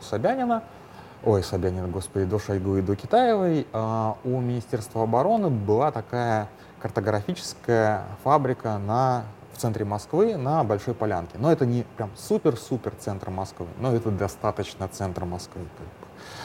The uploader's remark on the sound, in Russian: Пока записывался, поменяли гейт, но на самолет я все же успел